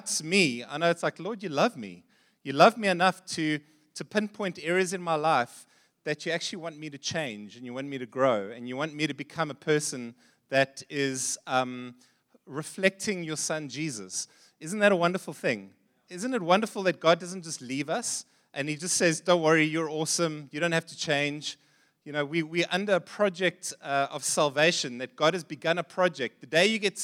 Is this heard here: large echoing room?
yes